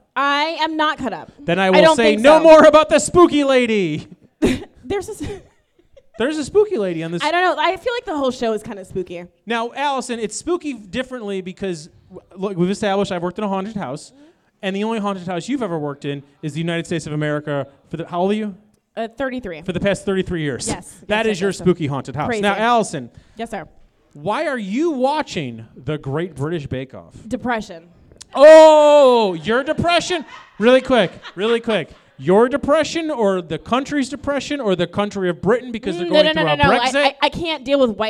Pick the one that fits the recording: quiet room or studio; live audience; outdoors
live audience